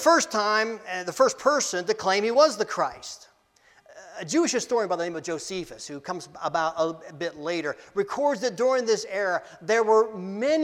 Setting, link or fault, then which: setting, large echoing room